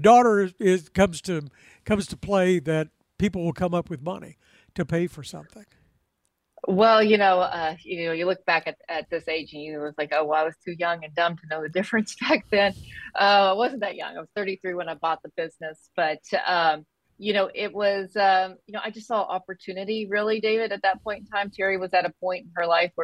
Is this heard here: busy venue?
no